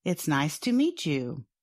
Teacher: When some people say this sentence at a natural speed, they might make a ch sound at the end of the word meet and the beginning of the word you, although the word's spellings do not suggest this.